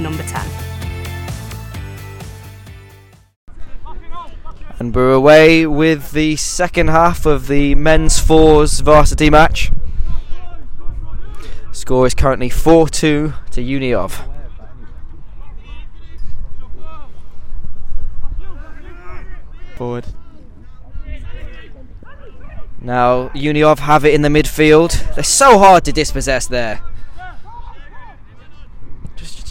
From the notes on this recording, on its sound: The LSR team go LIVE from Boddington Football Hub